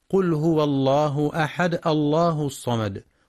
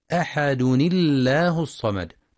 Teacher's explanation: فيلزم كسر الساكن الأول النون الزائدة لمنع التقائهما · Shown in: second take · فتنطق أحد الله الصمد مع ترقيق لام لفظ الجلالة وصلا لكسر ما قبلها، وتفخم إذا ابتدأ بها الله الصمد.